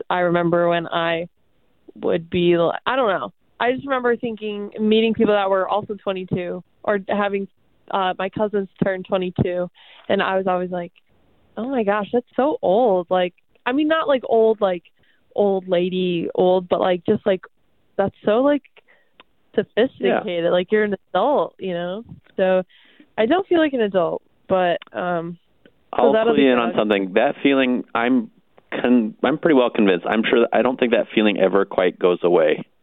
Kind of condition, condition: link, phone line